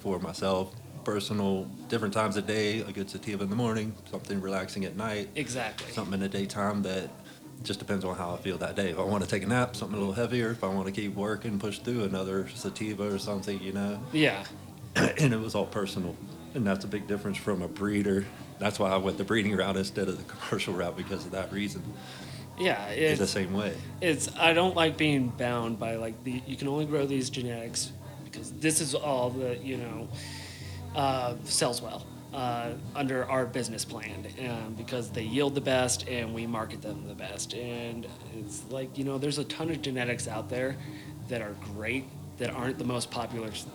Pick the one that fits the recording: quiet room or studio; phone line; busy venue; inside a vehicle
busy venue